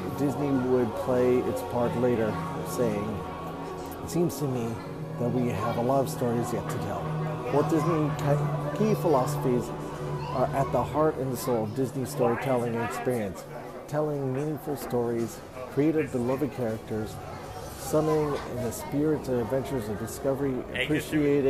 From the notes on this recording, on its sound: Disney 100 Exhibition Live Walkthrough.